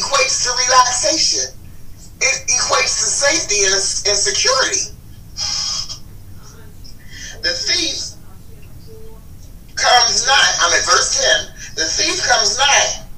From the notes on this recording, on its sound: Please forgive the background noise. There was a family emergency phone call taking place.